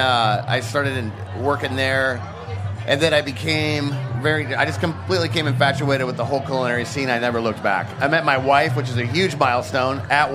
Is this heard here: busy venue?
yes